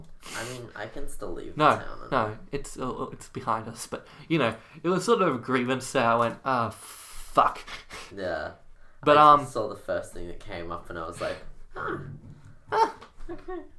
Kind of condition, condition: fault, sounds in the background